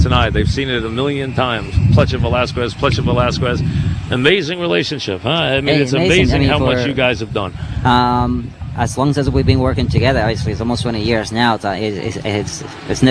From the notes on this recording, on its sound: live at Saratoga